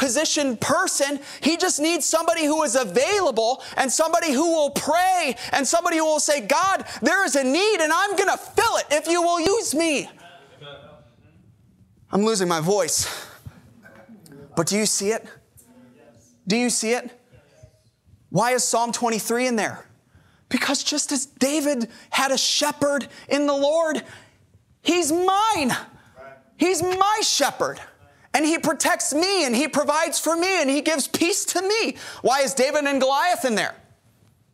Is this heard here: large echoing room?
yes